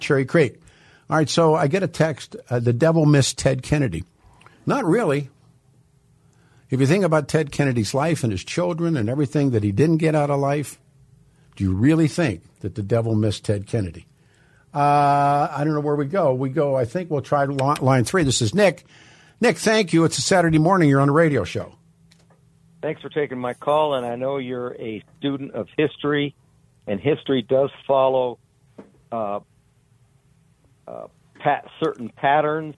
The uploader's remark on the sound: Open phone lines continue.